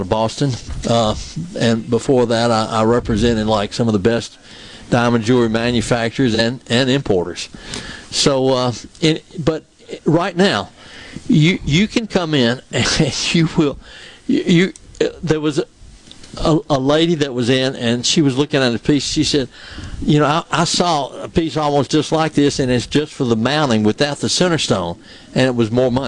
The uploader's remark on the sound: MidDays is LIVE from Carter Jewelers on High Street in Downtown Jackson today